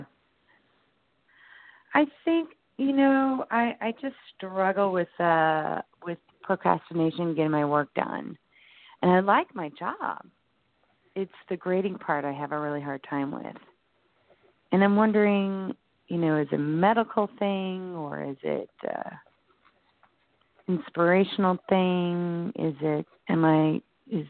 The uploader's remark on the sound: in response to callers' questions